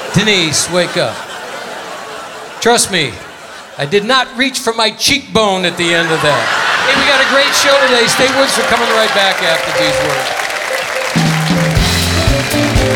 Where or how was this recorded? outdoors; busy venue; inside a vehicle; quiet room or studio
busy venue